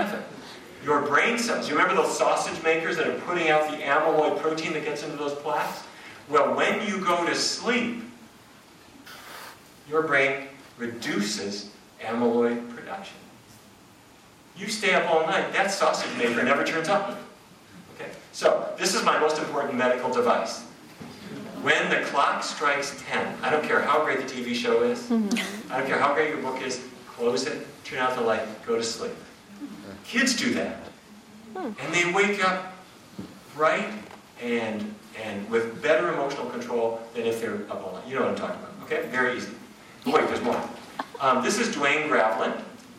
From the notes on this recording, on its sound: a lecture in Vancouver